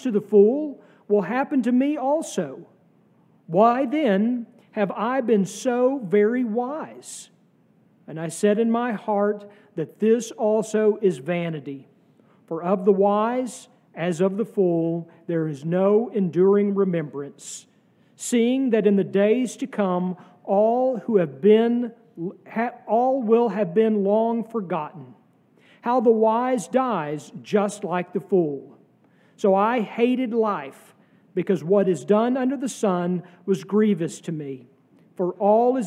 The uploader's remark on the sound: sermon from our worship service on May 14, 2023